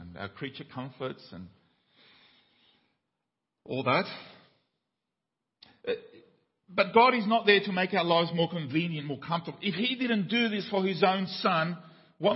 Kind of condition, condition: setting, large echoing room